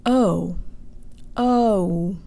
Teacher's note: The English O actually closes to an oo sound.